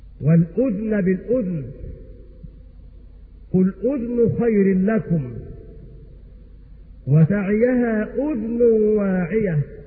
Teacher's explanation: كلمة الأذن سواء كانت معرفة أو نكرة قرأها نافع بسكون الذال